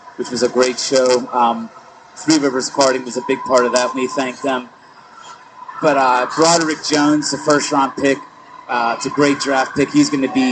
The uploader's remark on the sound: LIVE at Three Rivers Karting